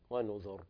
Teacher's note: في كلمة ونذر وردت 6 مرات في سورة القمر، وورد فيها عند الوقف على الراء الترقيق والتفخيم، لكن مشايخنا رجحوا التفخيم ونذر لأن الراء سكونها عارض وقبلها ضمتين